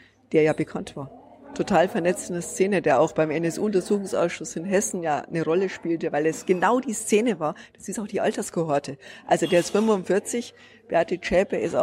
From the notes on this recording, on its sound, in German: In der Berliner Buchhandlung "Ocelot" aufgezeichnet.